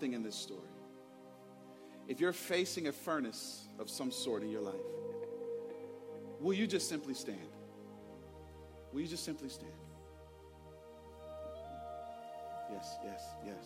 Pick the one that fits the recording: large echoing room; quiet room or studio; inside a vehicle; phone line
large echoing room